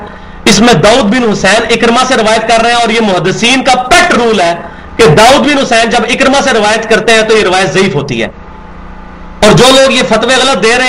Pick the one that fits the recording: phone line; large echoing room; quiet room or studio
large echoing room